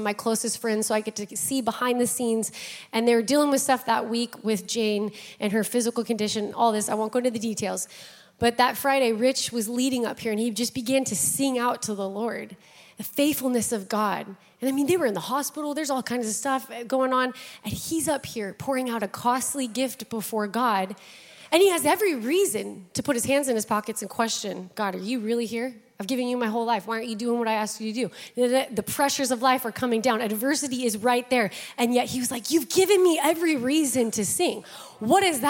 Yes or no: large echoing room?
yes